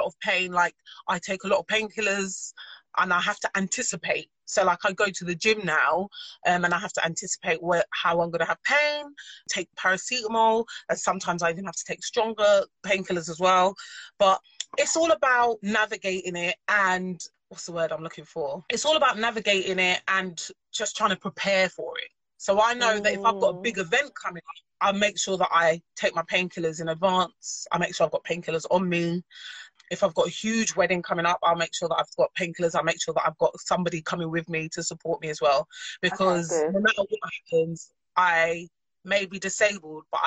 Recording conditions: video call